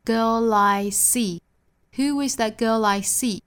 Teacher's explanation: 还要注意 girl 和 I 之间连读成 lie